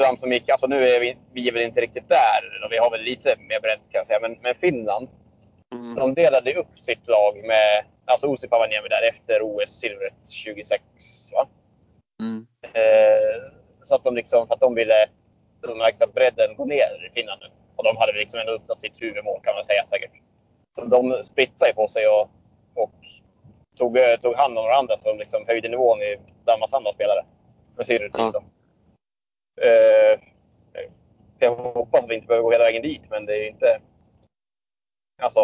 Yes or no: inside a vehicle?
yes